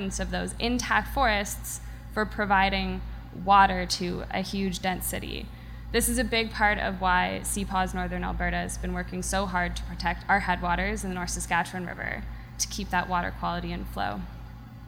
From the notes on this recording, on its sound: On September 29, Let’s Find Out hosted a live podcast recording at the Aviary, with short talks and activities about parks.